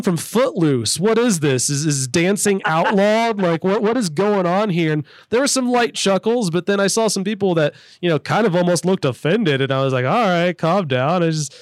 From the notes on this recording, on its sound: chatted with us on the phone